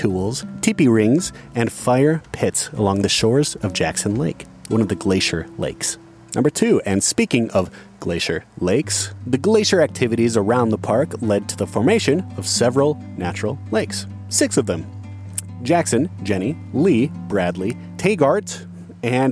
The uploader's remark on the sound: Today we pair a beer style with Grand Teton National Park. As we hike deep into the Teton Mountain Range. Our final destination is the remote Delta Lake.